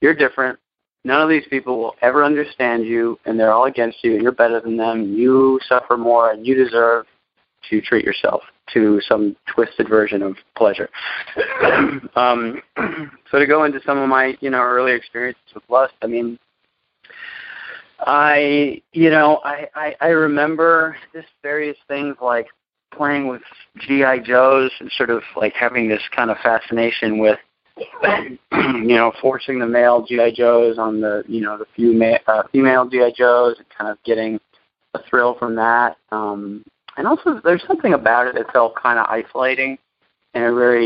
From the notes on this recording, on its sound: Monday Noon Phone Speakers Series.